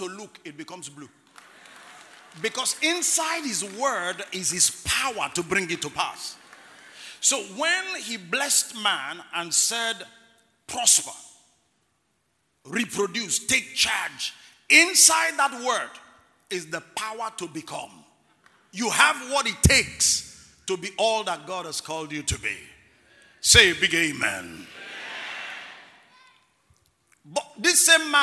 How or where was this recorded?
live audience